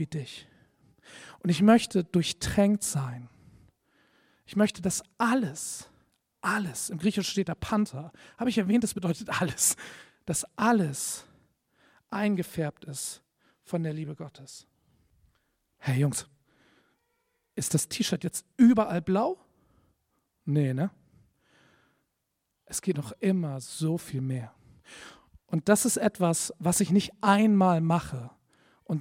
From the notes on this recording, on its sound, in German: Predigt im Rahmen des GreifBar+ Gottesdienstes